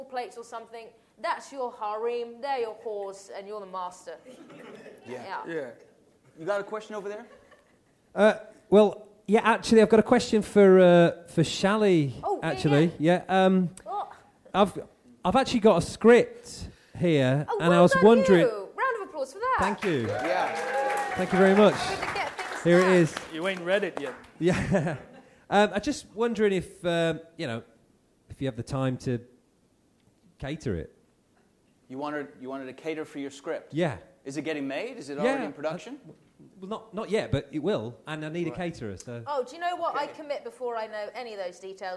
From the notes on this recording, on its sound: The guy whose basement where the Pod is recorded. Members of the wonderful audience too!